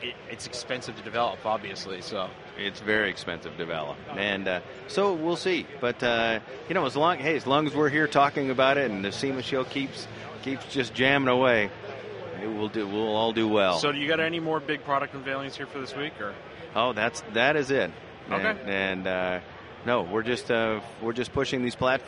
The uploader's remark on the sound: Once again live from SEMA